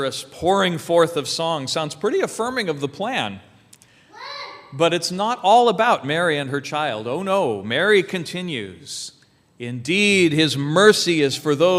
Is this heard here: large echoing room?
yes